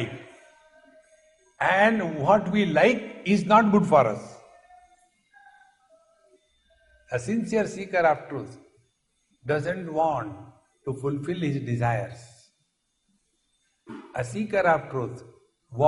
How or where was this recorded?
live audience